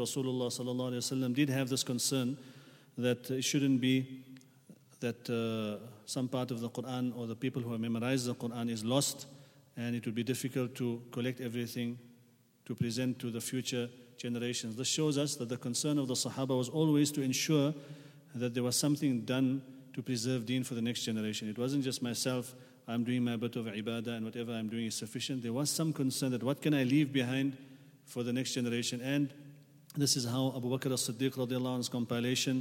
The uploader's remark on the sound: At the Houghton Masjid (West Street).